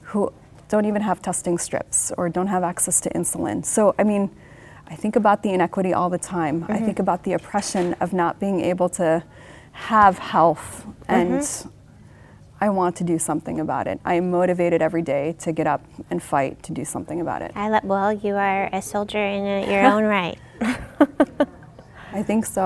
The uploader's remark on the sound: recorded at HIMSS22